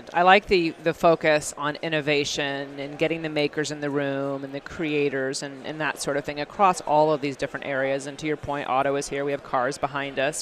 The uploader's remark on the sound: Live Broadcast from the MADE for Broadcast booth from Adtech NYC 2016.